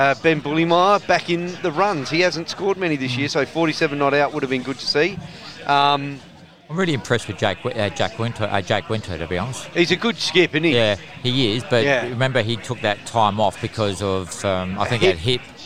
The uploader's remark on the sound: At the Greyhounds Racing SA for the SACUSA (South Australian Cricket, Umpires & Scorers Association) night at the Dogs. Live outside broadcast.